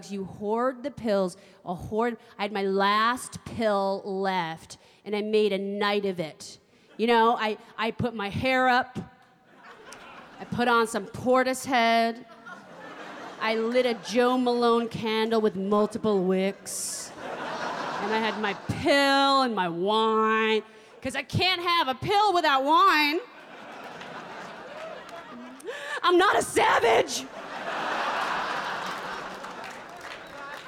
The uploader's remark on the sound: performs in front of a live audience